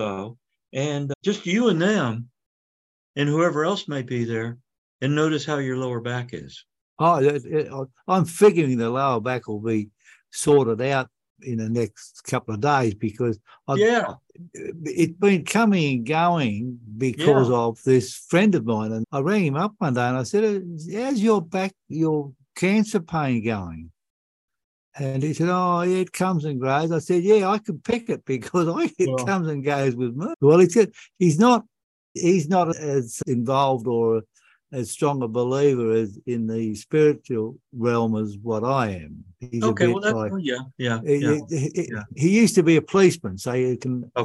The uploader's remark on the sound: In this recording of a special livestream for the Conscious Awakening Network. In this recording of a special livestream for the Conscious Awakening Network.